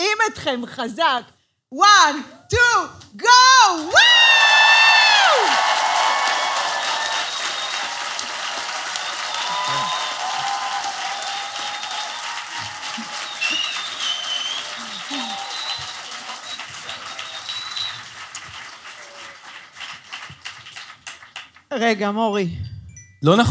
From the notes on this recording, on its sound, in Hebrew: פרק לייב - הגרסה המצונזרת.